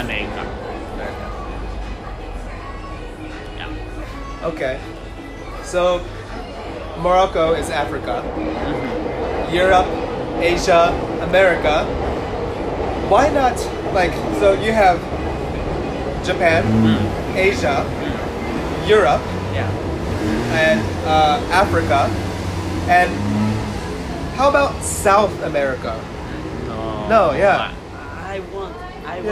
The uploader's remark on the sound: 場所は渋谷のMUD SPOTでマリカや電車やBGMの音の中での英会話です。 We spoke at MUD SPOT, a cafe, in the midst of the chaos of Shibuya. Expect to hear the sounds of trains, go-karts, and background music.